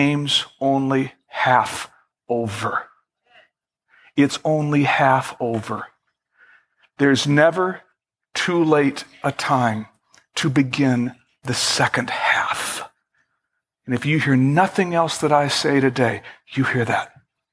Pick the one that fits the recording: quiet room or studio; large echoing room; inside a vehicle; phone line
large echoing room